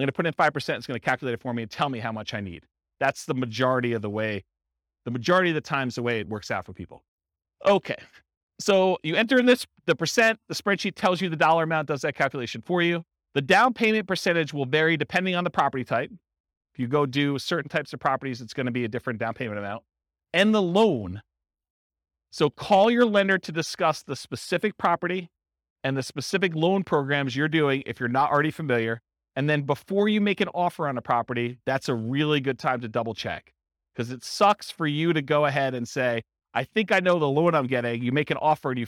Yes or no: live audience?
yes